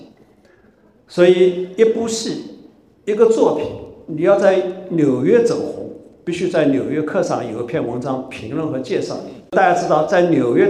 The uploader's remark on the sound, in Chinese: 本期播客是艺仓美术馆线下公教讲座现场实录